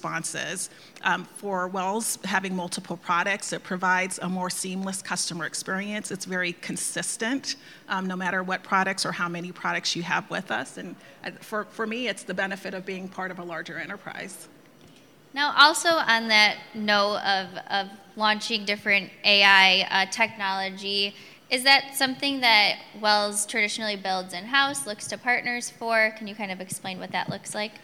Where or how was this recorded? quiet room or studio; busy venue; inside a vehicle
busy venue